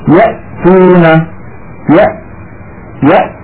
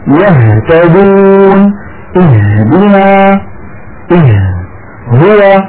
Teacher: الهمزه مثل مثلا ياتون يا نلاحظ ان الهمزه من اقصى الحلق، والهاء من نفس المكان يهتدون اهدنا هو. فالهمزه والهاء تخرج من ابعد منطقه من الحلق، وقد سماها العلماء كما راينا اقصى الحلق.